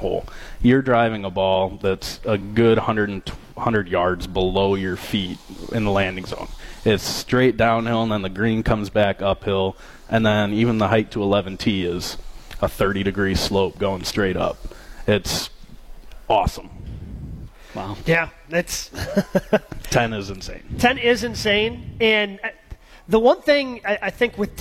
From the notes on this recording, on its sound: Masters preview live from Fairways of Woodside.